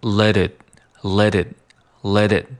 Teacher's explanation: 我们可以把这个 let 和 it 进行连读，仍然是一个跳舌音的一个技巧